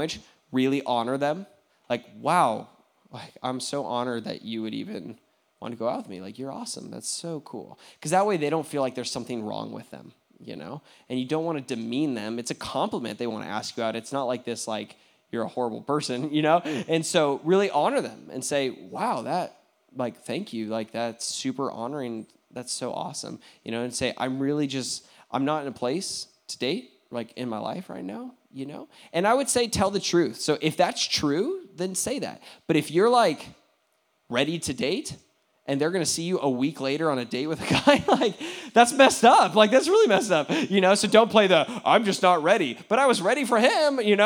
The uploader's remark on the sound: questions from the audience